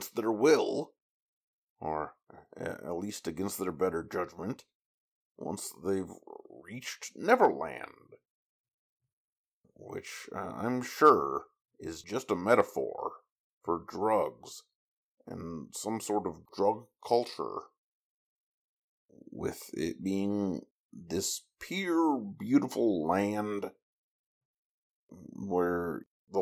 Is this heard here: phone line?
no